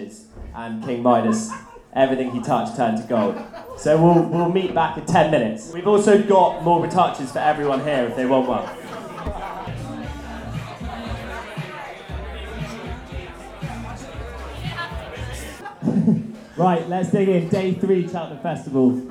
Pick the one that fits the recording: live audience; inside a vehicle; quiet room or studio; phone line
live audience